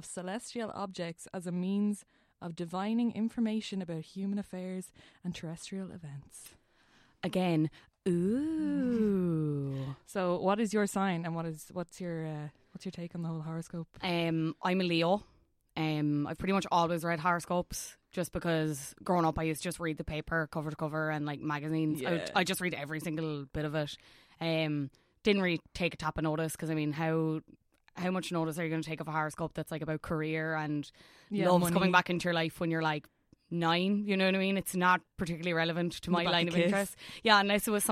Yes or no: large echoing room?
no